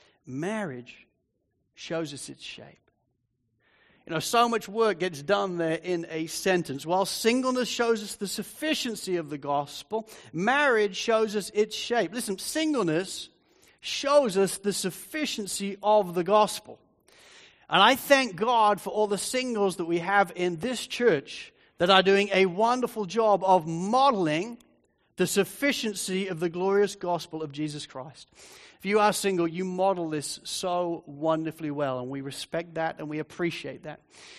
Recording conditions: large echoing room